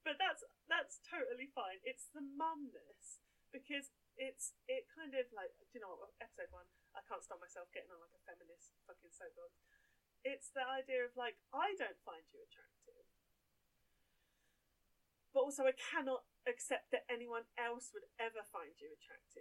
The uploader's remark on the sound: You'll forgive us our sound issues, we're only podcast babies.